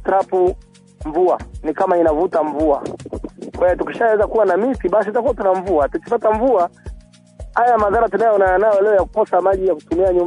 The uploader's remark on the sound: We conducted a phone interview